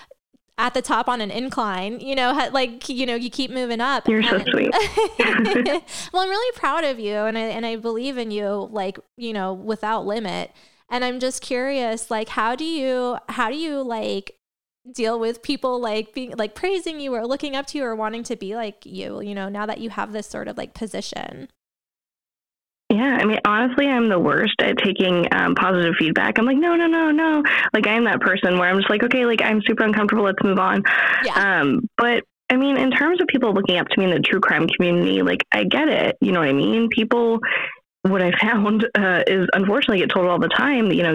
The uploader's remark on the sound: our phone connection was a little wonky